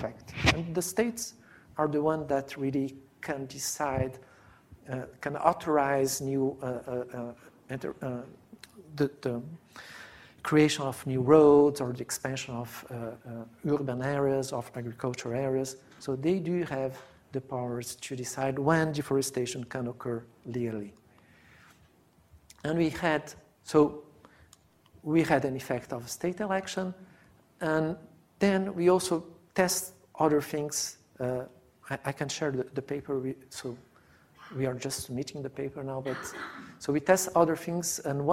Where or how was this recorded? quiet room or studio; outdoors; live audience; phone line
live audience